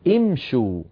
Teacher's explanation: لأن هذه الضمة التي على الشين ليست ضمة أصلية، إنما ضمت الشين بسبب مجانسة الواو بعدها، واو الجماعة